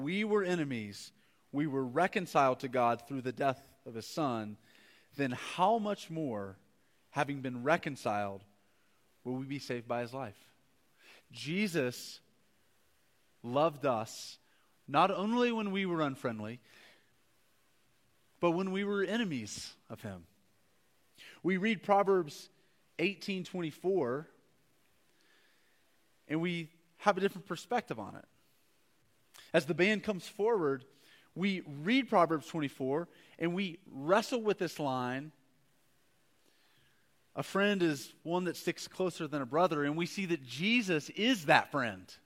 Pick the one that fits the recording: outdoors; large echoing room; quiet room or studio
large echoing room